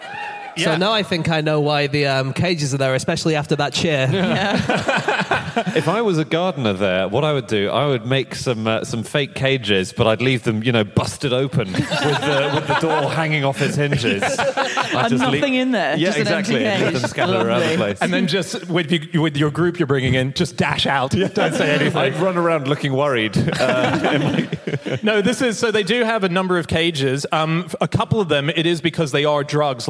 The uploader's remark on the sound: Live from Newcastle